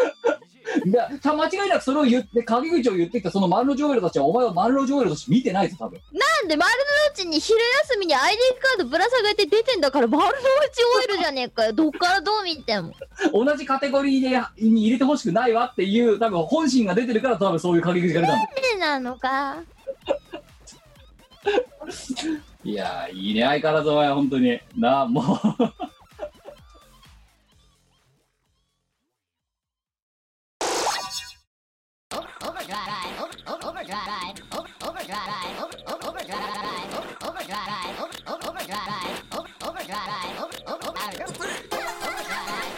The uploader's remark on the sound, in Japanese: 本番組はリモート収録です。収録時環境の影響により、聴き取り辛い部分があります。音声が歪んだり飛んだりしています。